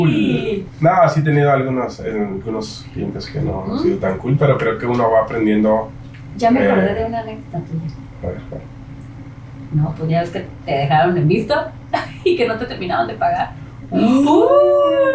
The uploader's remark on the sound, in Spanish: En éste primer episodio hubo una falla técnica con el audio, por eso la mala calidad del mismo.